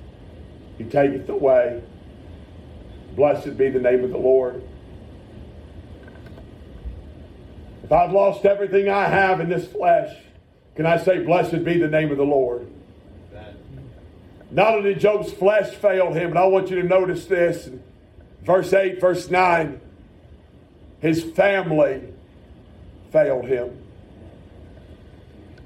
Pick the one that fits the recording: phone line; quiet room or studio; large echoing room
large echoing room